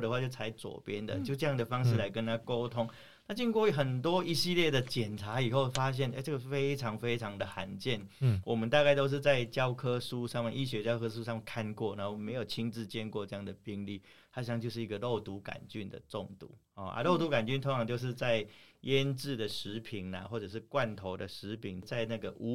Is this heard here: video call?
no